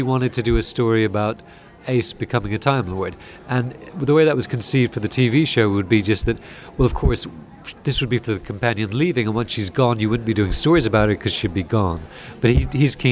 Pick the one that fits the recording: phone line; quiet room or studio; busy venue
busy venue